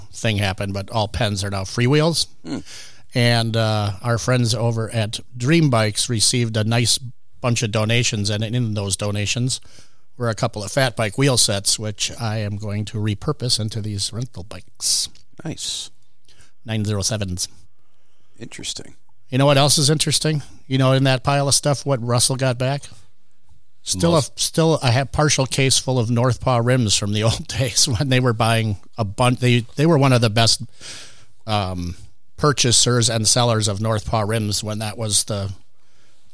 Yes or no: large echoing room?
no